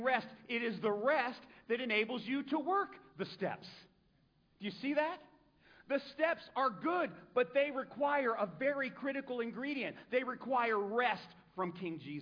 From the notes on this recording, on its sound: A sermon preached at Celebrate Recovery in Sarasota FL on 6-25-2023